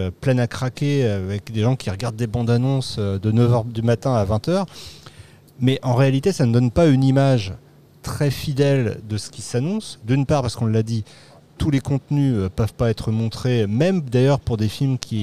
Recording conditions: busy venue